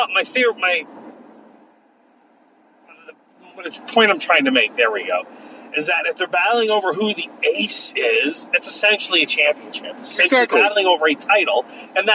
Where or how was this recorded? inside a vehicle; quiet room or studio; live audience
inside a vehicle